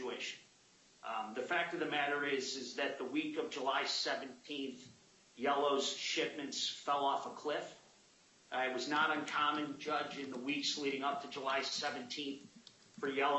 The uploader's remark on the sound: U.S. bankruptcy court hearing audio